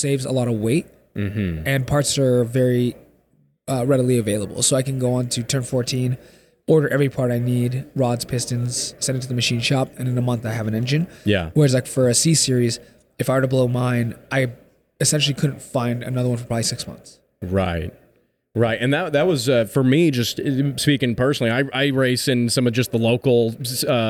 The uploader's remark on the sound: SEMA 2023 Was Wild! LIVE from Vegas.